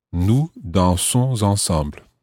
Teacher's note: run the S of dansons, the ending, O-N-S, into ensemble. Nous dansons ensemble.